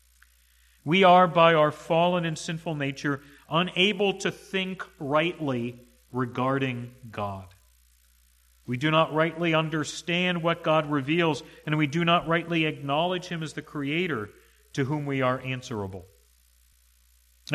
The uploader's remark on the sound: to the congregation at the Manchester Reformed Presbyterian Church of New Kensington, PA, on Sunday, January 09, 2022 .